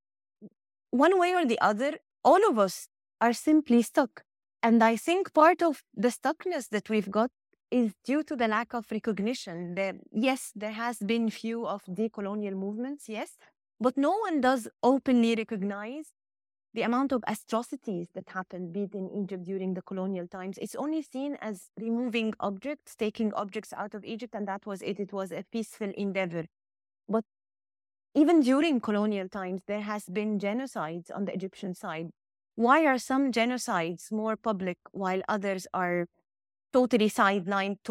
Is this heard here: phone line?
no